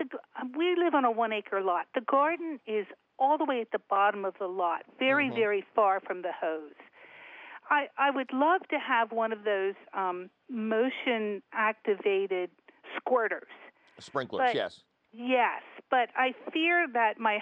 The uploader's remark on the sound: your fabulous phone calls!